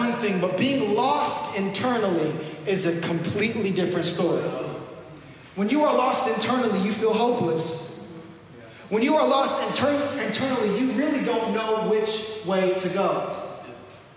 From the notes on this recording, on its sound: This message was recorded live at our first pop up service.